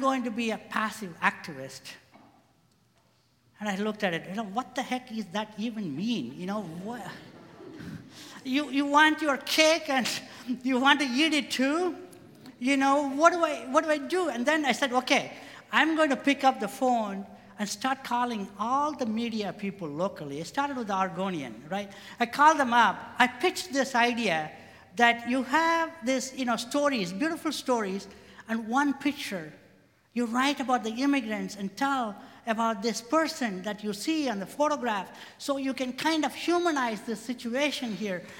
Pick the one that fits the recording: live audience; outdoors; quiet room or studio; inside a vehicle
live audience